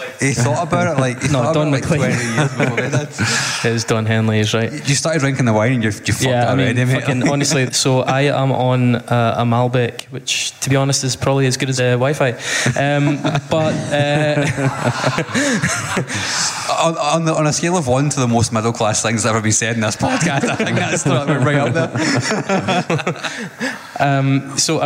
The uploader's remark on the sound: The Pop Punk Mixtape LIVE. We take some questions from the audience too.